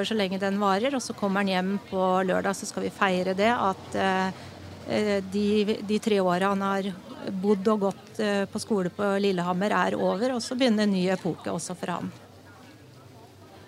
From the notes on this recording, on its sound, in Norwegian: Denne gang har OA Podden gått Live på Fahlstrøm Bar & Grill i Gjøvik.